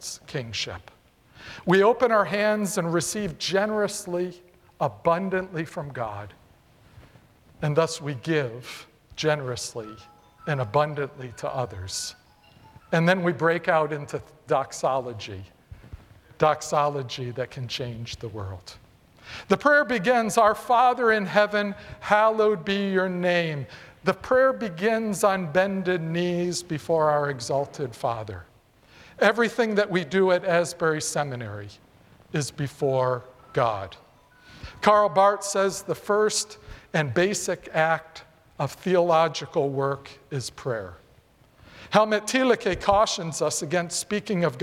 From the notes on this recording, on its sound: presented by Asbury Seminary Kentucky Chapel, recorded on Tuesday, September 5, 2023 at Asbury Theological Seminary's Kentucky campus